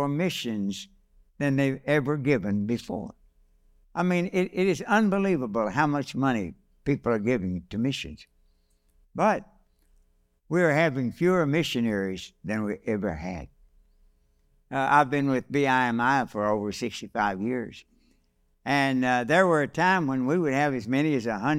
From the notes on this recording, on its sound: This message was delivered on December 10, 2023, during our evening service.